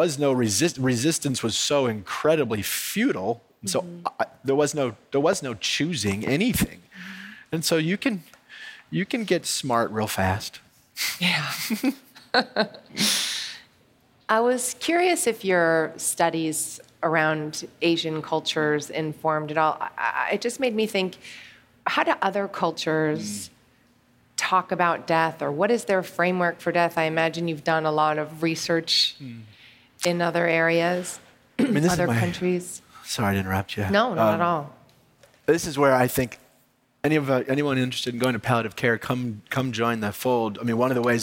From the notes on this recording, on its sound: On stage at In goop Health. He brought his dog, Maysie, which you’ll hear them talking about.